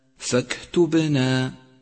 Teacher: أولا، تأمل كلمة فاكتبنا ولاحظ صفة الهمس لحرف الكاف، ولاحظ صفة القلقلة لحرف الباء